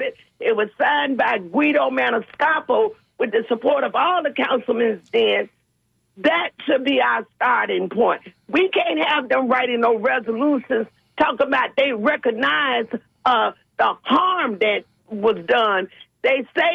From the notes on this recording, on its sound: unique magazine format call-in show